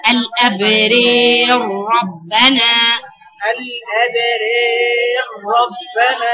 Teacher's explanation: انت كده هتنطقي ثلاث راءات، الراء الاولى اللي هي متاثره بالاماله اللي قبل الالف، والراء الثانيه اللي هي الساكنه بتاعت المضغم، والراء الثالثه اللي هي المفتوحه. الثانيه والثالثه مفخمتين لانهم هيضغموا في بعض